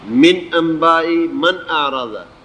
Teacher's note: یعنی نون کو ظاہر کر کے پڑھا جاتا ہے، غنہ نہیں کیا جاتا۔ · Term: اظہار